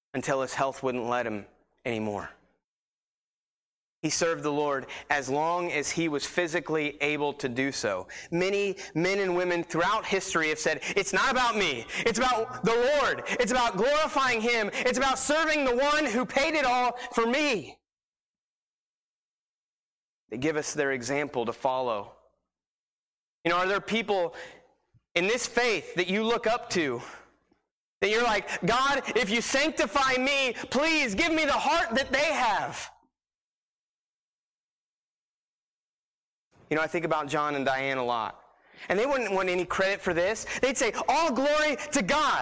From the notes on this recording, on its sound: Sermon preached on 12-1-19 at Christian Fellowship Church